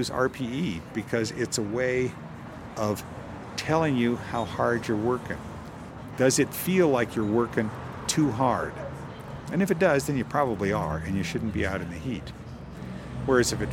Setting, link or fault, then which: setting, outdoors